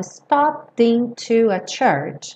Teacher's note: esses es dos verbos regulares no passado não são pronunciados.